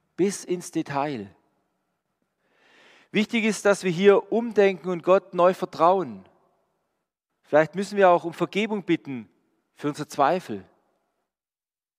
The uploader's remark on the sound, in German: Die Predigt aus einem Gottesdienst der EvangelischenGesamtkirchengemeinde Marschalkenzimmer-Weiden.